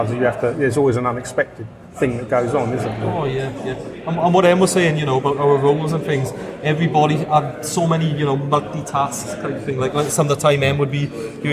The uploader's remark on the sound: A quick chat from the London International Filmmaker Festival 2017